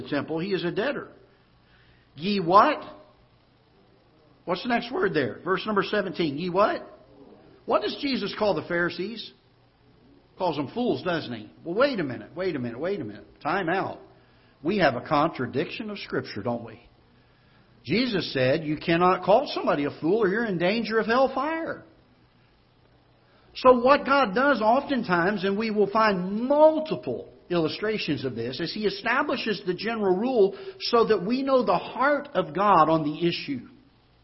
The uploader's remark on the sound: Ketha Heights Baptist Church ~ Live Broadcast